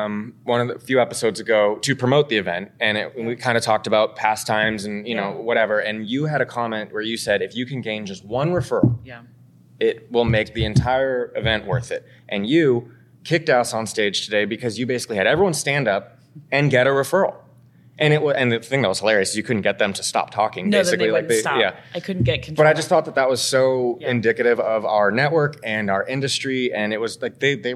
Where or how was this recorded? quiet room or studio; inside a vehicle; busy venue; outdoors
busy venue